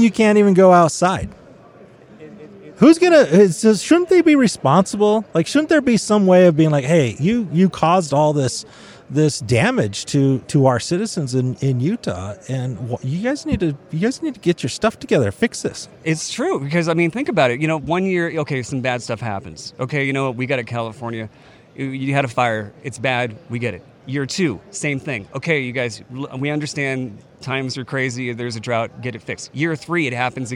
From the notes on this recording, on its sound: Live from Western Propane Convention. Live from the Western Propane Trade Show & Convention.